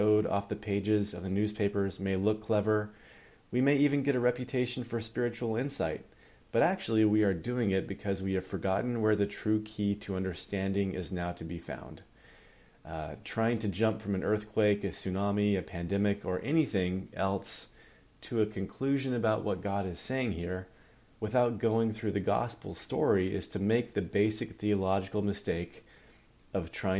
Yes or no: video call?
no